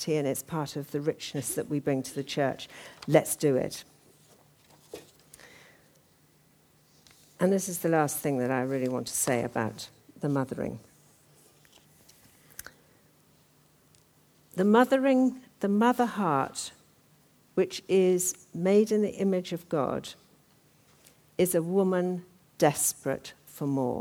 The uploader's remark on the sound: talk from the 2013 Women and Leadership Conference